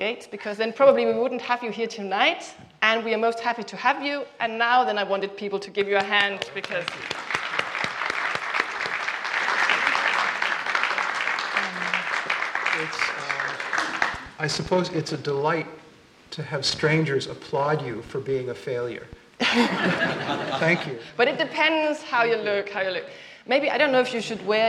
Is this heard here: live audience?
yes